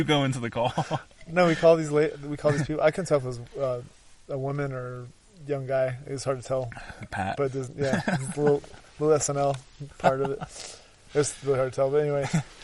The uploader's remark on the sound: Live show from the backcountry of Canyonlands National Park amid the chaos.